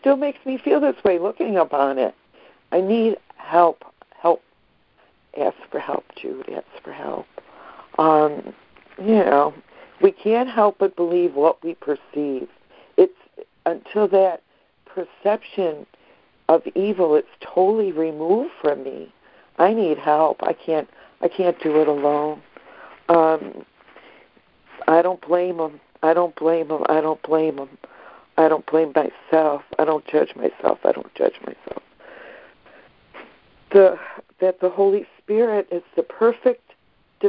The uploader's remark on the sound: ACIM Daily Conference Call.